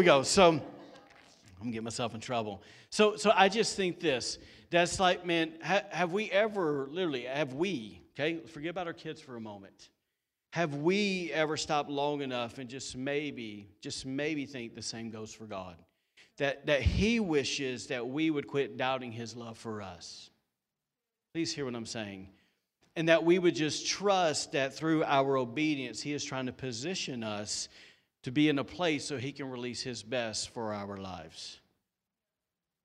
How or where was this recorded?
large echoing room